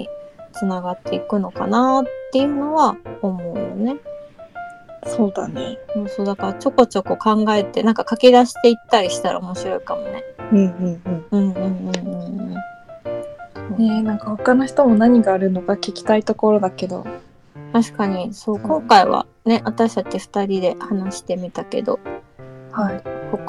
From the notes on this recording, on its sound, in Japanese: インターネットラジオ番組です。ラジオ配信はCasieでの初めての挑戦です。試行錯誤しておりますため、音質など聞き苦しい部分がありますがご容赦くださいませ。